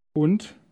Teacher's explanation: Notice in word 1 that the D at the end is pronounced like T.